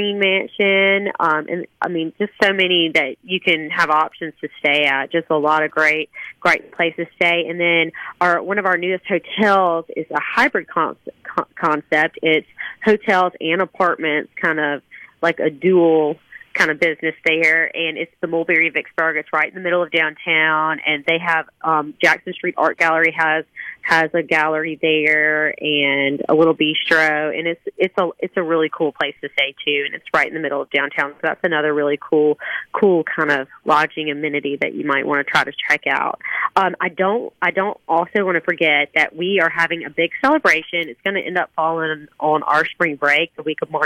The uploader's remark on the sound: joins the conversation by phone